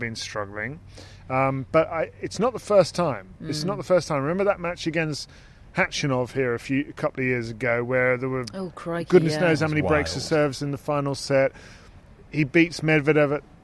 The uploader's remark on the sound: Live from Wimbledon Day 3